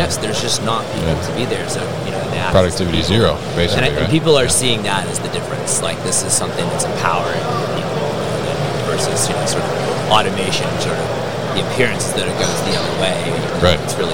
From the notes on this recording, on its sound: at MODEX 2022